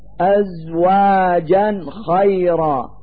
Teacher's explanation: أزواجا خيرا، فالفتحتان على الجيم من كلمة أزواجا هو التنوين الذي يظهر في اللفظ نونا ساكنة لوجود حرف الخاء بعده · Term: إظهار التنوين